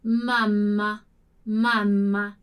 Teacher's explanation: é o som do M que a gente já conhece, que já faria assim no português, mas com aquela demoradinha, aquela alongada no som ali delle doppie · Term: doppia consonante